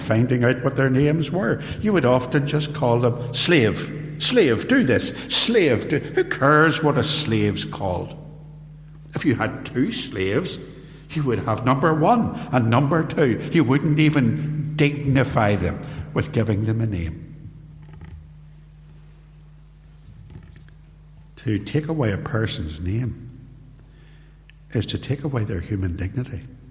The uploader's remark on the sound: Recorded live at Templepatrick Reformed Church